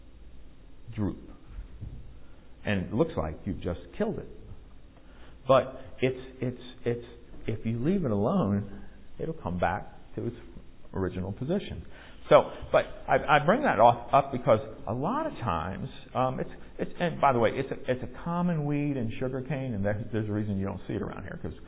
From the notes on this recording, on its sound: Recorded at MPPC during a worship service on Sunday, August 28, 2022